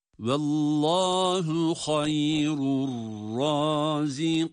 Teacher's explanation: hem meddi arız ile uzatarak duruyoruz hem de nunun gunnesini yine duyuruyoruz